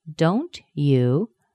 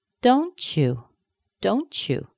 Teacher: A t plus a y is often pronounced ch, like a ch. · Shown in: second take